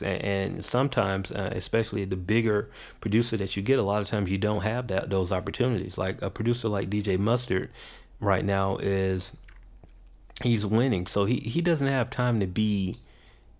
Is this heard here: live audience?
no